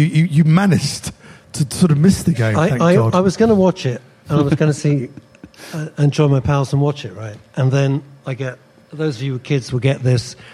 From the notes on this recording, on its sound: LIVE from Dingwalls in Camden!